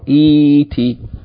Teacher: And finally, yani the Arabic explanation of the fi'l amr from the verb ata ya'ti. It says, al-amru min ata ya'ti is eeti, with elongation of the first vowel, eeti. Asluhu, i'ti.